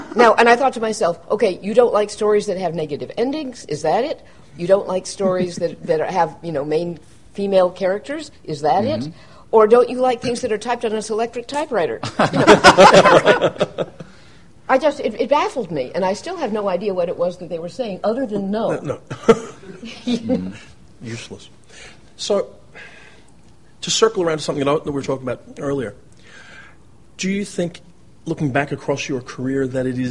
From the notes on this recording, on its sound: This episode was recorded live on 6 November 2015 in from an enthusiastic audience. One of the highlights of the 2015 World Fantasy Convention in November.